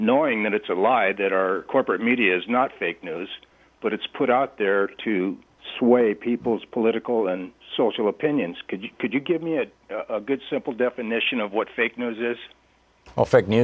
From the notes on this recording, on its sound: Listeners call in with their thoughts on impeachment.